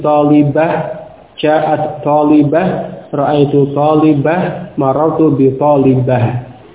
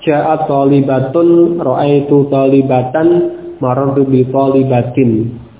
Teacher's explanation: Ini asalnya, ja'at talibatun, ra'aitu talibatan, marartu bi talibatin. Ya, diubah menjadi ha sukun. Pada isim, akhir isim. · Shown in: first take